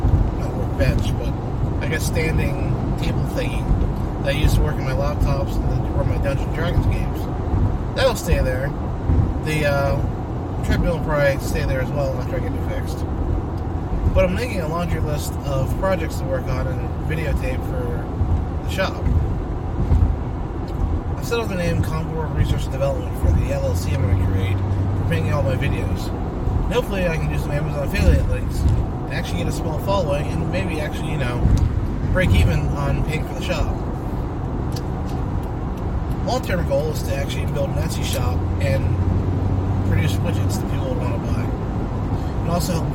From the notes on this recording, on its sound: Special Car edition